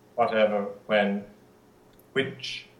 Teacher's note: really they say it should just be an unvoiced W · IPA: ʍ